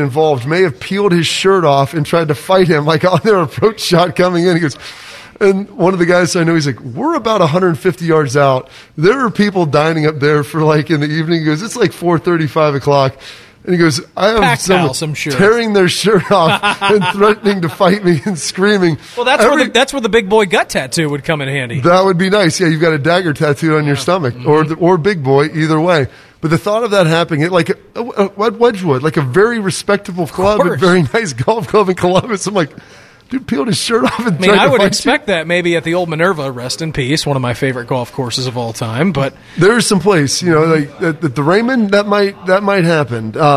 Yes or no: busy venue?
yes